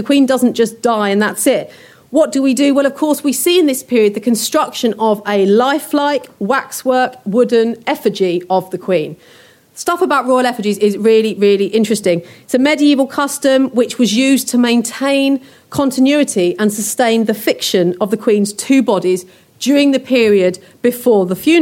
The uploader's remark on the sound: a lecture recorded on our recent Tudors Day